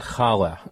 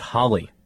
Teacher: that guttural sound that makes you sound like you're clearing your throat · Shown in: first take · But, you know, in my neighborhood growing up, people actually called it holly. · Term: ch sound